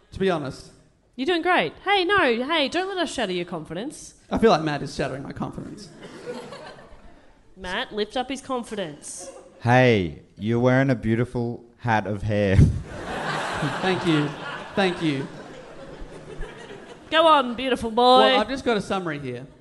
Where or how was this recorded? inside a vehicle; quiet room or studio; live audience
live audience